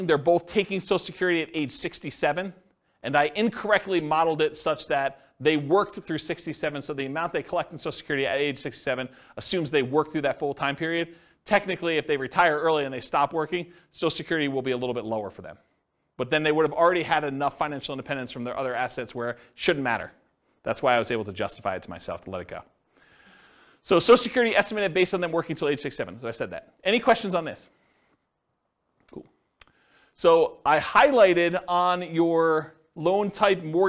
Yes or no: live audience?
yes